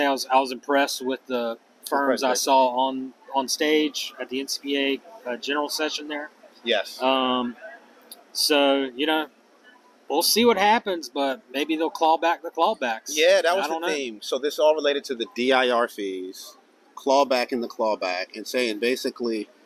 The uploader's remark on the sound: Live from NCPA 2023. We’re coming to you live from the NCPA conference for our first ever live podcast!